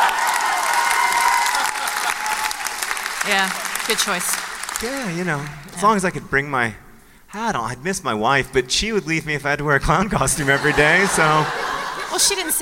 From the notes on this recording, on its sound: Live from NerdCon: Stories.